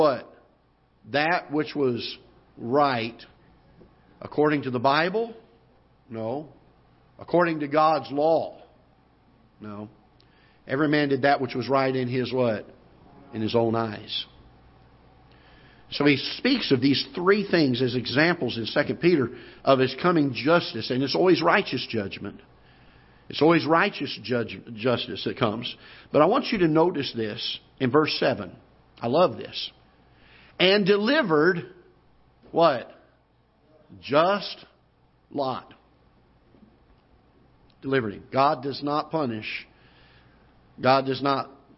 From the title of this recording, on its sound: Ketha Heights Baptist Church ~ Live Broadcast